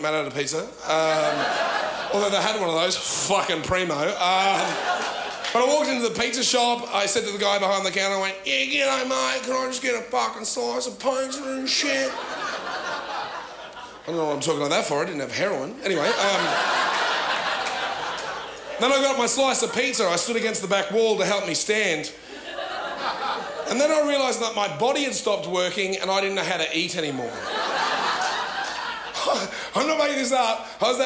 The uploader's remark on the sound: ABC2 Comedy Up Late 2014. The best and biggest performances from the 2014 Melbourne International Comedy Festival's late night club on ABC2's Comedy Up Late.